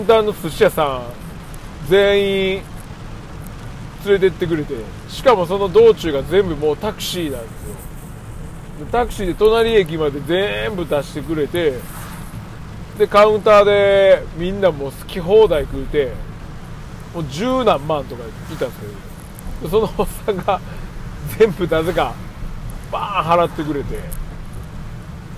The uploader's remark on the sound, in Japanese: 京都店からの帰り道に収録